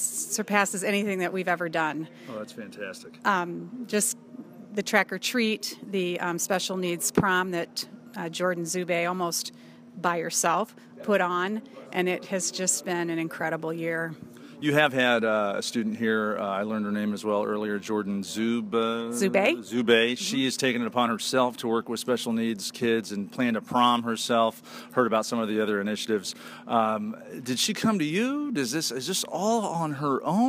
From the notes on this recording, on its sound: Live from Texas A&M Commerce. The show begins at Texas A&M Commerce with a live studio audience supporting Breast Cancer Awareness and the Make A Wish Foundation.